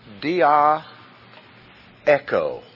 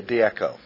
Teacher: Drop the vowel off for euphony, to sound better. · Shown in: second take